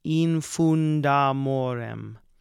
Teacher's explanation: And again, this is an example of eliding these two syllables. So infunde amorem becomes infundamorem. We strike the final E of infunde.